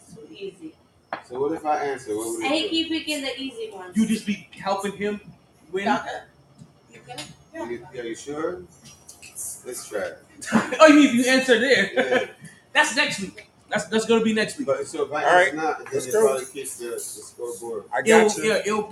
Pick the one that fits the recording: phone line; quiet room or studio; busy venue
busy venue